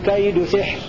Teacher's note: بكسر السين وسكون الحاء بلا ألف